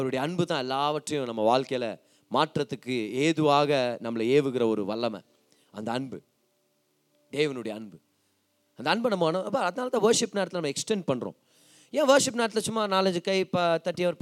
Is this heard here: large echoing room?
yes